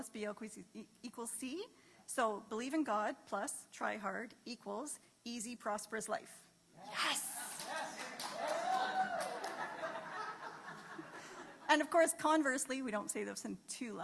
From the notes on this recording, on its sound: This was a live great live service